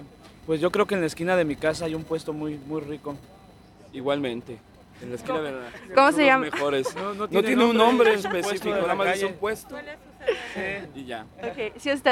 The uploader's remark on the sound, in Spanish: Recorded live right before they hit the stage at the Levitt Pavilion in MacArthur Park. Grabado en vivo antes de su concierto en el escenario de Levitt Pavilion en Mac Arthur.